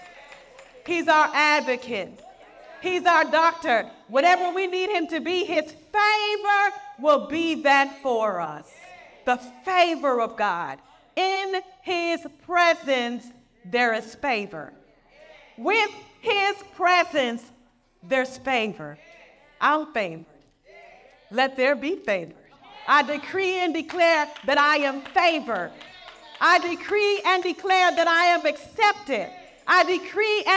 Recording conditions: live audience